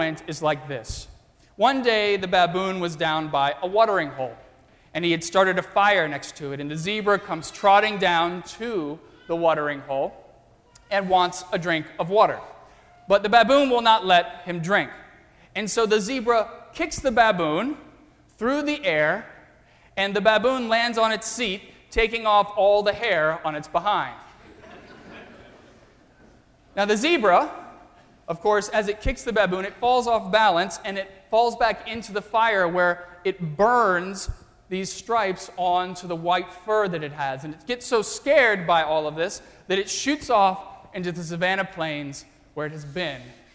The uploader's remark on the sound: during the Easter Crossroads service (9:30 am) on Sunday March 27, 2016, at First Presbyterian Church of Arlington Heights, Illinois.